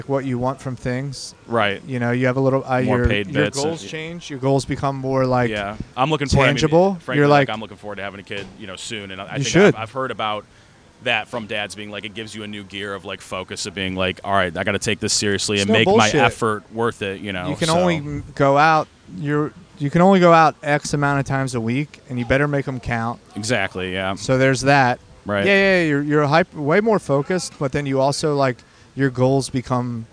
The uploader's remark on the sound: Recorded outside the comedy open mic at The Tin Roof. Every other Wednesday in downtown Baltimore.